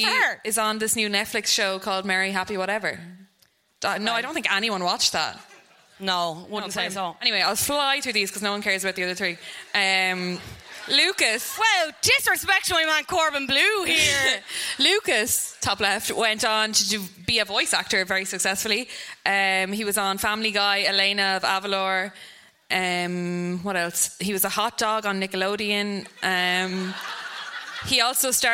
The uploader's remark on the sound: High School Musical (Live at the Sugar Club).